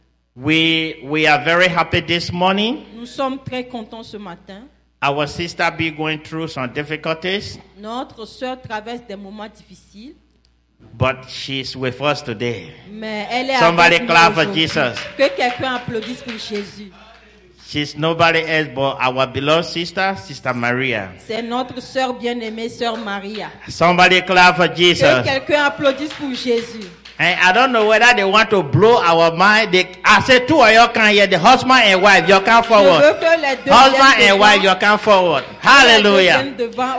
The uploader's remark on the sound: Celebration of Praise and Worship Service